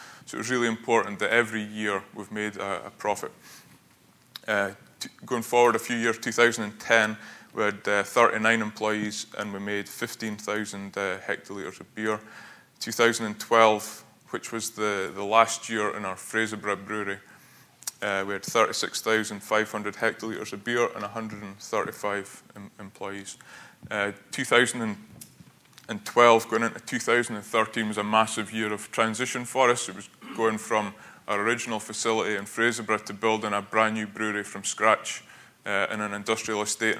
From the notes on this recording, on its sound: Plenary session (09:00-10:05) of the national Economic Forum. Followed by a Q&A session.